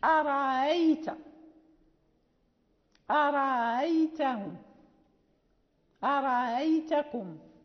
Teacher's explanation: إذا دخلت عليها همزة الاستفهام فيقرأها قالون بتسهيل الهمزة، أرأيت، أرأيتهم، أرأيتكم، كيفما تصرفت، يقرأ بتسهيل الهمزة هو وورش معا، يعني معا يقرأان بتسهيل، ولكن ورش يجيد وجها آخر وهو الإبدال.